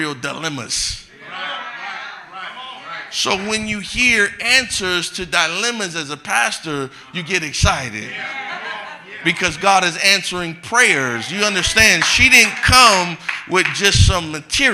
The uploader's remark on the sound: live-recording